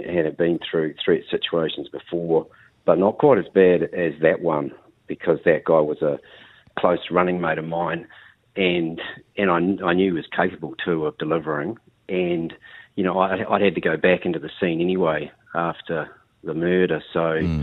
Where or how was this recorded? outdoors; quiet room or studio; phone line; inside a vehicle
phone line